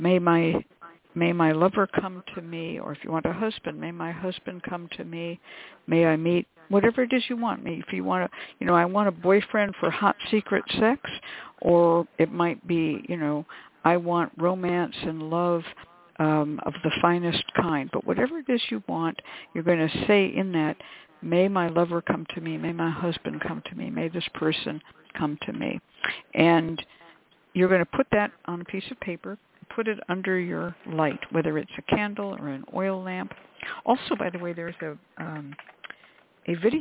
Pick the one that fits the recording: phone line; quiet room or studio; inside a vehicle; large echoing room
phone line